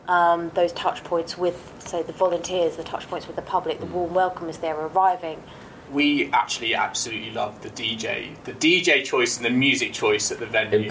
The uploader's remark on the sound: Apologies for the technical issues with this one, we were trialing a new audio setup live and on site in Glasgow so picked up a few odd noises